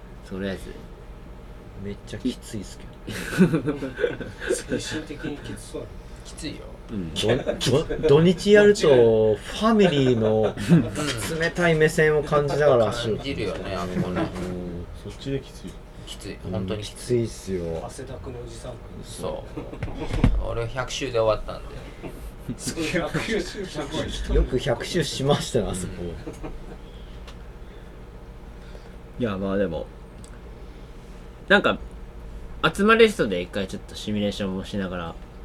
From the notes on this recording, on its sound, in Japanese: のやっているお好み焼き屋さん「がんちゃん」にて収録。美味しいご飯とお酒に舌鼓を打ちつつ。打ち上げ兼収録のため雑音も多々ございますがご容赦ください。